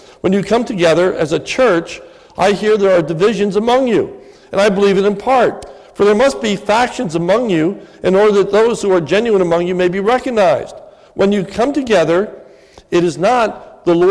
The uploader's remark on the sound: This is a sermon recorded at the Lebanon Bible Fellowship Church in Lebanon, PA on 12/31/2017 during the evening communion service